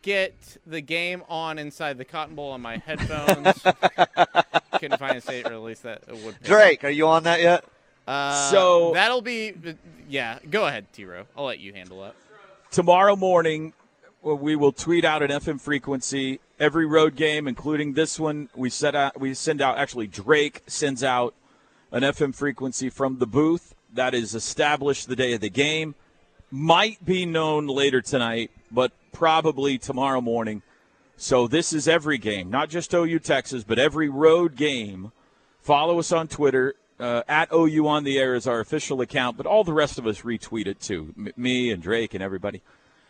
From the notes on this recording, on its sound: go live from the Omni in downtown Dallas at the OU Alumni Boomer Bash.